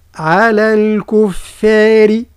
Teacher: الكاف والفاء بطبيعتها من الحروف المستفلة، والراء مرققة